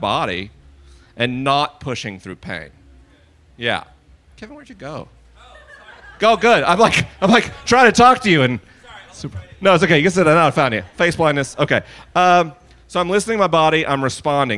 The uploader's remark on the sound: This is a live episode recorded at the Wild Goose Festival 2019.